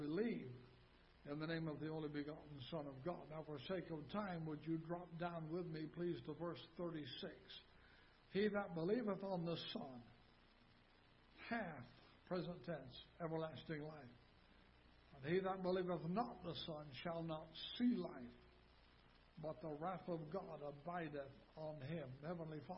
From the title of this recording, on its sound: Ketha Heights Baptist Church ~ Live Broadcast